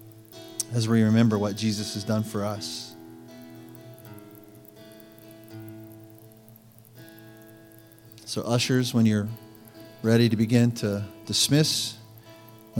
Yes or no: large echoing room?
yes